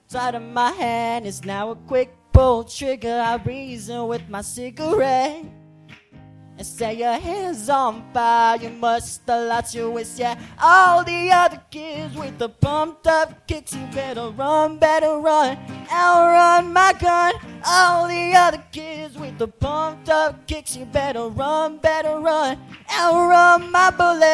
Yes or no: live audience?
yes